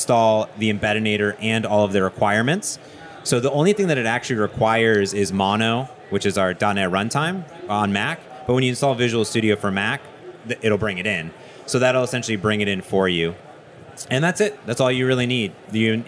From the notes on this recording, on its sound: This episode is live at the Microsoft Build 2017 in Seattle